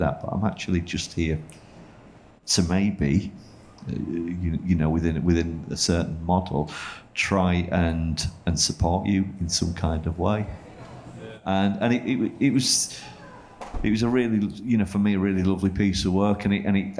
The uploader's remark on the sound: Panel talk on mental health in the music industry recorded to a live audience at Sheaf Street in Leeds.